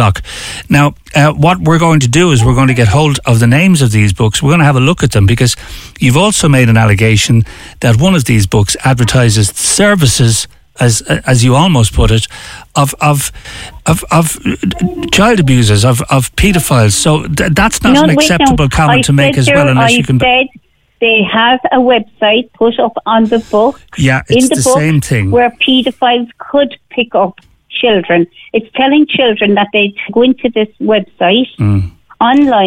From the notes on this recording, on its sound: takes calls with listeners